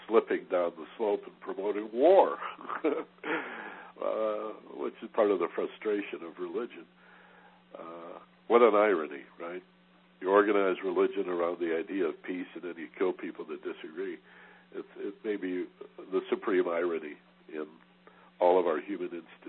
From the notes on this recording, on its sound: in a live Teleconference